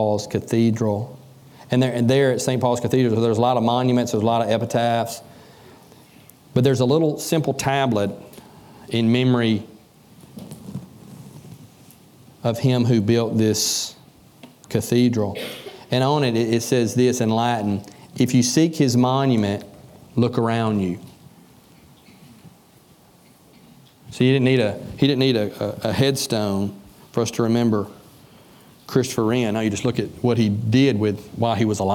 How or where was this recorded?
large echoing room